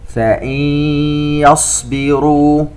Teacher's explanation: فإن يصبروا، نون ساكنة وبعدها حرف الياء إدغام بغنة، وعندنا الصاد لا ننسى الصفير الذي فيها